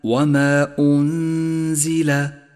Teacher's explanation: جاءت النون الساكنة وجاء بعدها حرف الزاي وهو حرف إخفاء، والواجب هنا أن نخفي النون الساكنة بحرف الزاي مع بقاء غنة للنون زمنها حركتان من غير تشديد لحرف الزاي، ولذلك لونت النون هنا في مصحف التجويد باللون الأخضر إشارة إلى موقع الغنة، والغنة هنا مرققة لأن حرف الزاي مرقق، والغنة تتبع ما بعدها في الترقيق والتفخيم. · Term: الإخفاء